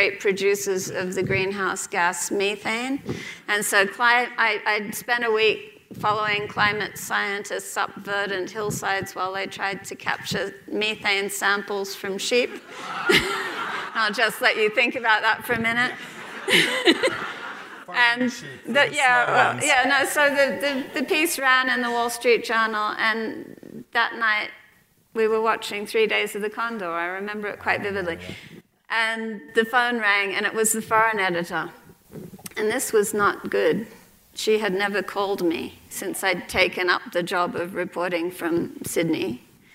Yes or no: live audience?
yes